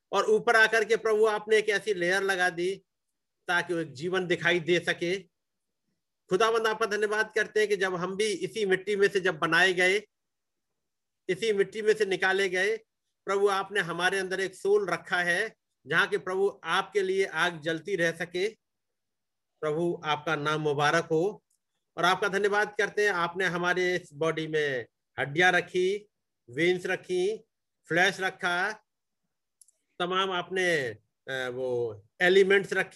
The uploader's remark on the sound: Zoom Meeting.